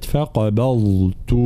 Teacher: لابد من بيان رخاوة الضاد